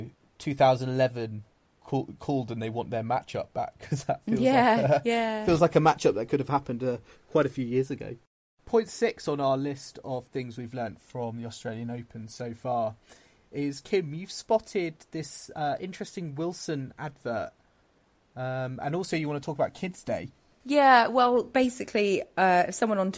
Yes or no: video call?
no